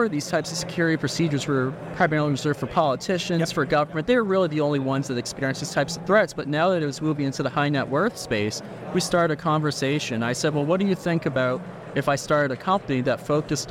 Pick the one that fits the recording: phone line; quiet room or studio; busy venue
busy venue